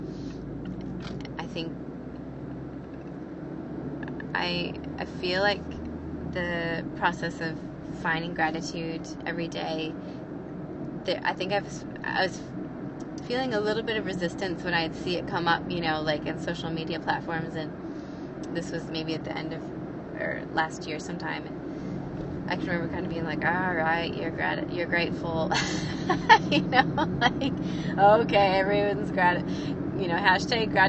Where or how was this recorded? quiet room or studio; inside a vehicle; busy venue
inside a vehicle